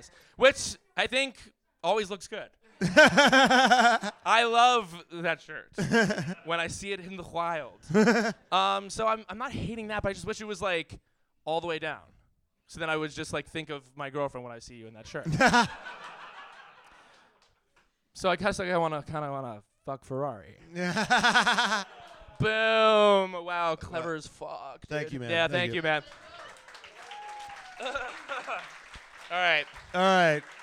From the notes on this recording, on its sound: USGP RACE RECAP: LIVE IN AUSTIN!!! LIVE SHOW AUDIO ALERT. This episode was taped at our LIVE SHOW in Austin!!!